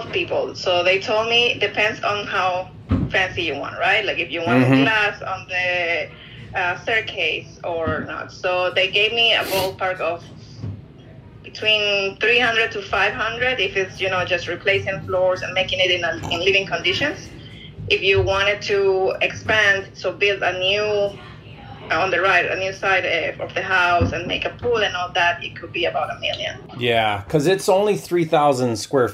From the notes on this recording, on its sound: LIVE Agent Call. Listen to me do a live call with an agent.